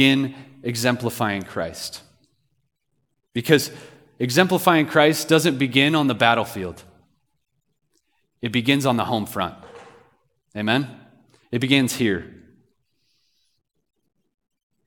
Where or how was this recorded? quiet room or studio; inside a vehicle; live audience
live audience